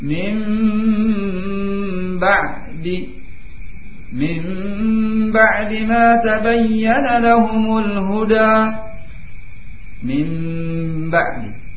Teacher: makhrajnya yaitu dengan menempelkan kedua bibir, tetapi tidak disertai dengan tekanan